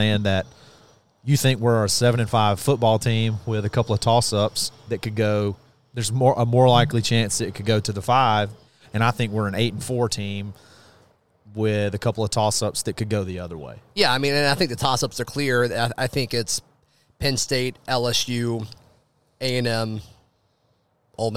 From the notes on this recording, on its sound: broadcast live from Baumhower's in Auburn